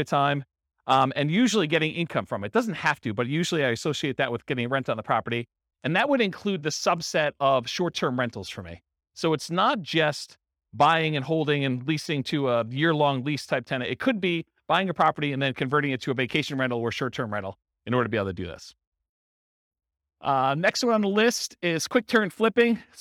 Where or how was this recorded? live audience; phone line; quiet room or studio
live audience